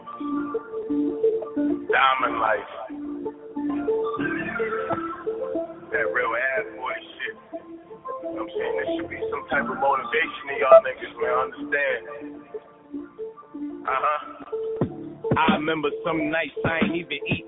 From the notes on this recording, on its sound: the audio is horrible